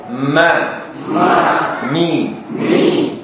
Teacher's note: mim dengan merapatkan 2 bibir dan mengalirkan suara ke rongga hidung.